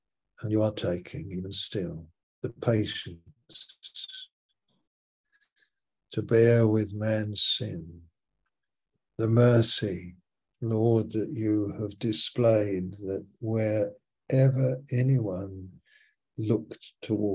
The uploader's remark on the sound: Malaysia Meets (Zoom)